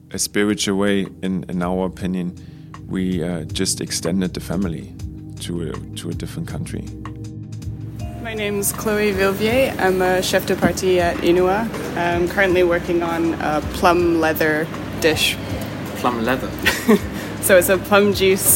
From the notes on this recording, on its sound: Recorded at Inua in Tokyo. Recorded at Inua in Tokyo.